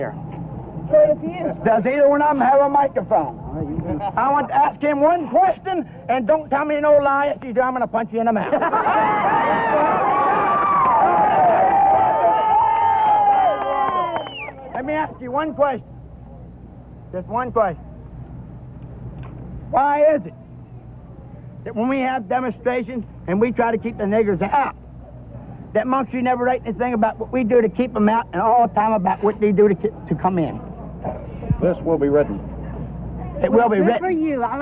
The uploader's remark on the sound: Recorded during the 1963 unrest during the Civil Rights Movement in Cambridge, Maryland, these audio recordings capture the unedited sounds of both protesters and segregationists. In the first recording, there are protesters in front of the Dorchester County Courthouse singing.